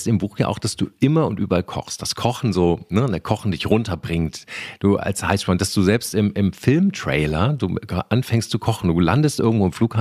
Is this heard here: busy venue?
no